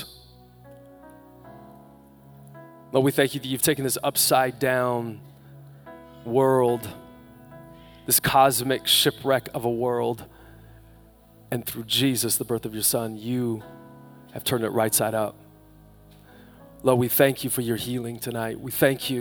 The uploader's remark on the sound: Live from Capital Church on Christmas Eve 2019